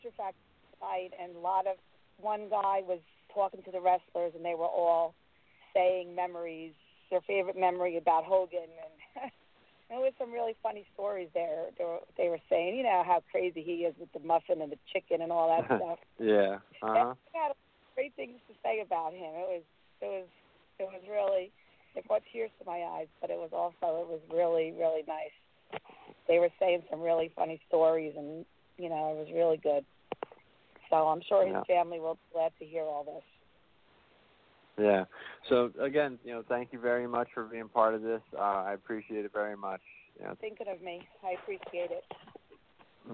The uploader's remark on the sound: calls in to share love